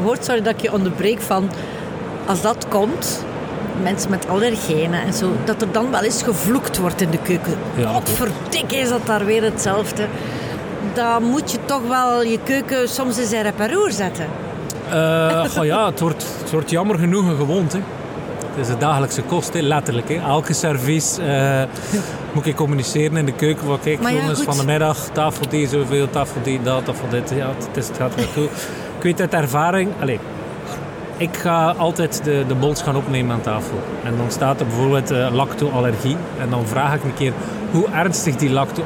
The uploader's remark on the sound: Horeca Expo Live.